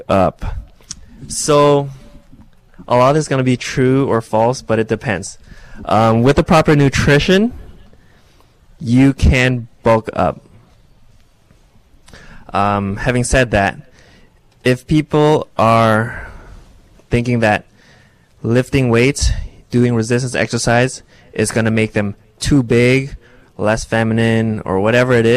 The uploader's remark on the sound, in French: En direct du lancement de la salle de sport Keep Cool Canada en partenariat avec LifeMed Clinic, 26/04/2018